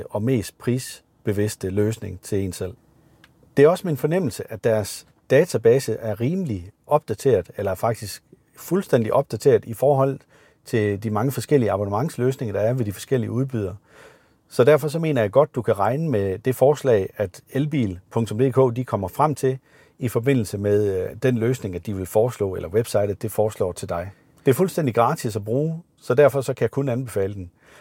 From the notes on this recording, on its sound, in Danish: Afsnittet idag er optaget i en Maxus Mifa 9